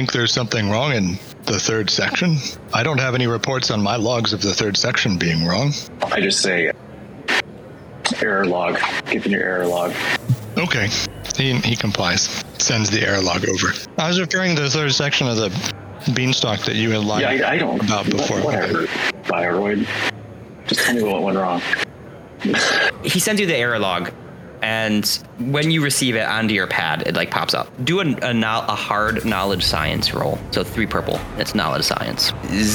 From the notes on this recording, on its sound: Speaker sound quality got a little messed up and also didn't really hit the level of clean-up that I'd have liked.